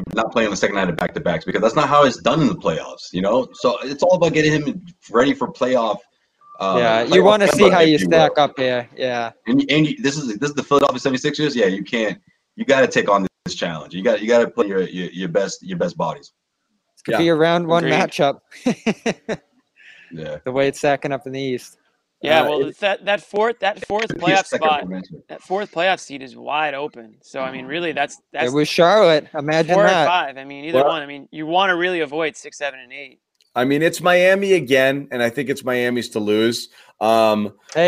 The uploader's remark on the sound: a LIVE report from the TD Garden